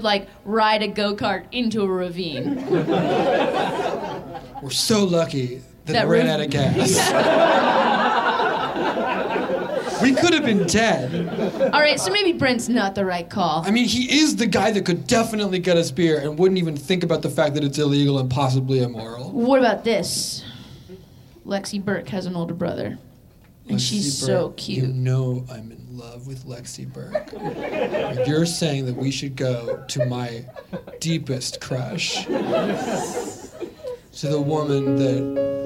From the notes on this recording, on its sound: LIVE at Good Good Comedy in Philadelphia. This episode was recorded live.